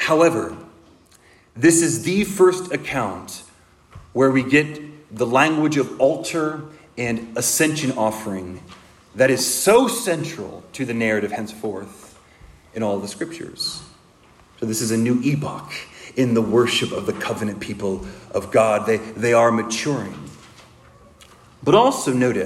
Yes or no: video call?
no